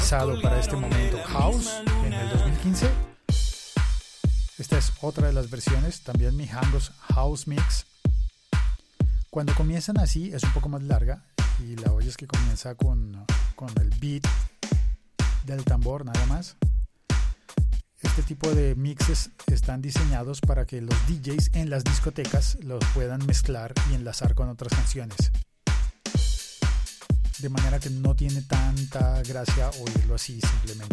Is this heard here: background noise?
no